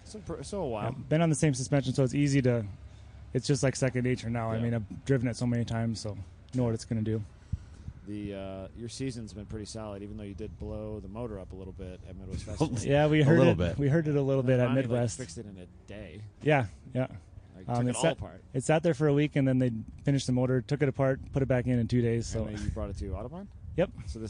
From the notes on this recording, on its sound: At #GRIDLIFE Alpine Horizon Festival